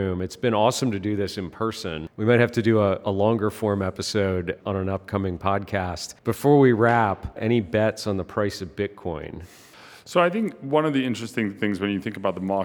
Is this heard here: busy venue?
yes